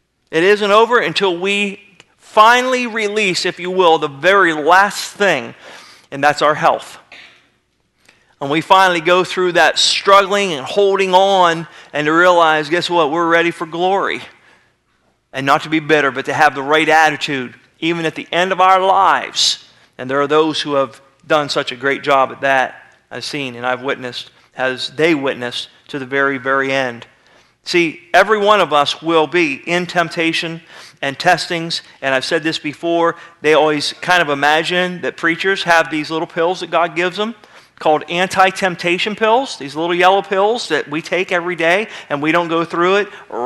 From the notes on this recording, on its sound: Sermon was recorded February 15, 2009 at Northside Baptist Church of Elkhart, Indiana